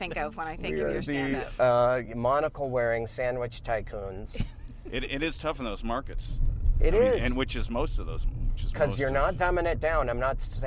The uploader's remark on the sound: Just west of Los Angeles' downtown area. In the car, while recording. Ultimately, he's brought to The Monty Bar, where they then record his set at a show there.